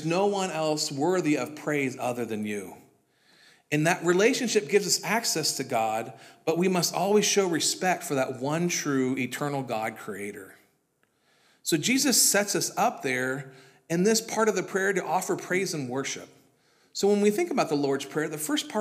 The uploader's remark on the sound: This was originally recorded at Palestine Church of Christ.